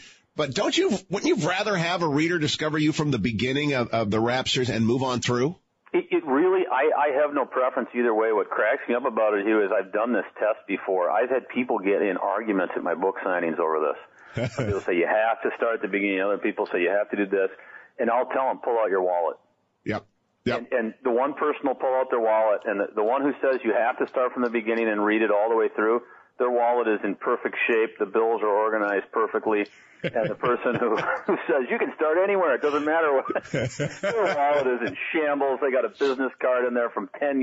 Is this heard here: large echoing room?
no